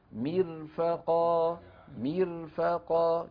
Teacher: الراء مرققة، لماذا؟ لأنها ساكنة وقبلها مكسور، لا نقول مرفقا بل نقول مرفقا مرفقا، كأننا نقول فرعون.